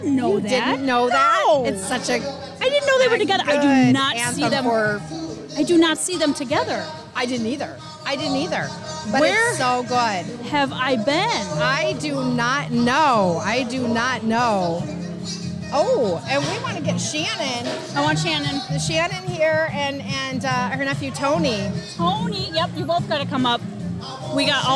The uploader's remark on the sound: On this episode we podcast live from Elkhorn Ribfest!